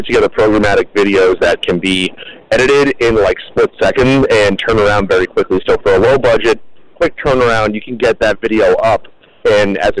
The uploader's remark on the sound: we were broadcasting from the Boston Auto Show at the Massachusetts Auto Dealers Skills competition